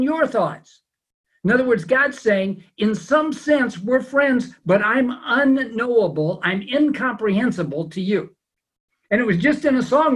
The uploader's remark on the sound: It's also our first teaching via Zoom during a time of social distancing.